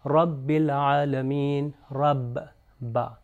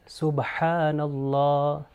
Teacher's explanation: یہ با کا تلفظ اسی طرح ہے کہ دونوں ہونٹوں سے مدد لی جائے